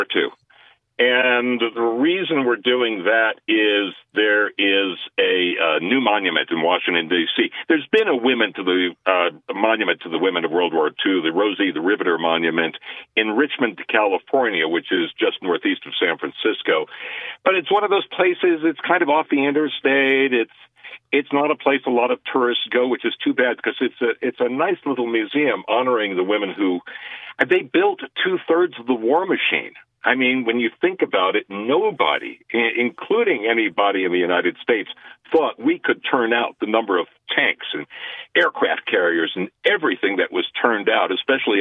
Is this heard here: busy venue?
no